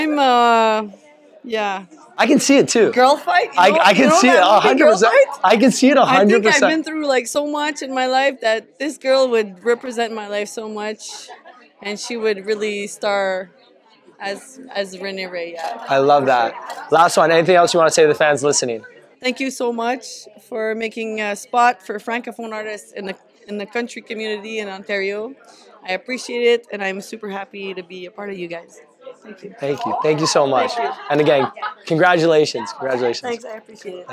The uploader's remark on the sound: The Pal’s go LIVE at the CMAO Awards. While this was our first every live Q and A, we enjoyed chatting with winners, nominees and presenters such as.